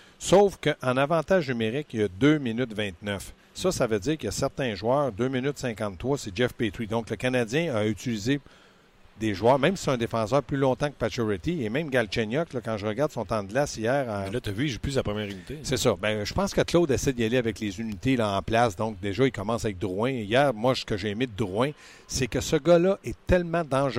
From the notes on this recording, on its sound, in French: En direct de l'entraînement du CH à Brossard. Au bout du fil.